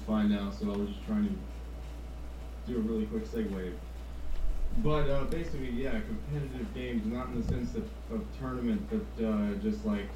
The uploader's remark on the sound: We apologize for the buggy audio this time around. We had guests from Germany and Austria this time around. We apologize again for some Skype and audio issues we had.